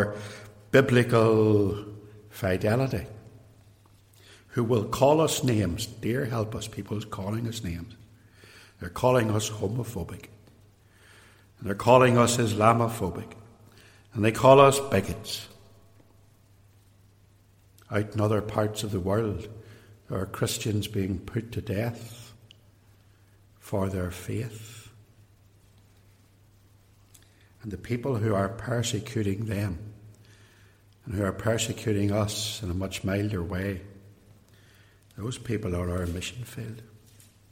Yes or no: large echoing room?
yes